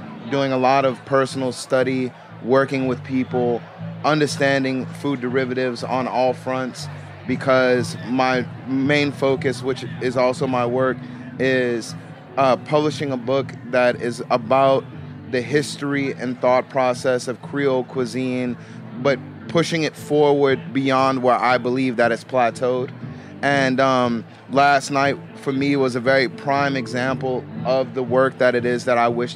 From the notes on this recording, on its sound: At Charleston Wine + Food 2022. At a family-style dinner during the Charleston Wine + Food Festival, chefs came together to create a meal.